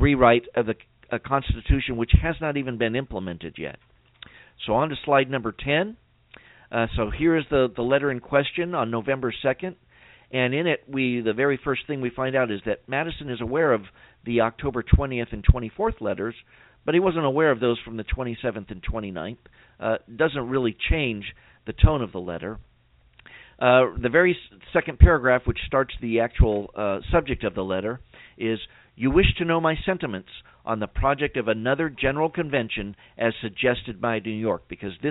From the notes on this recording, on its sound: we'll allow time for your phone calls